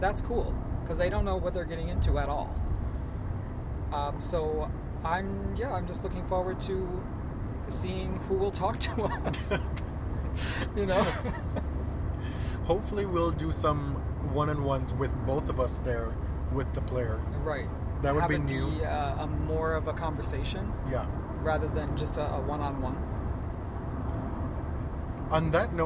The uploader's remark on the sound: We're on the road to Cincinnati, Ohio from Toronto. This is our first totally unedited podcast, recorded and uploaded straight from the car.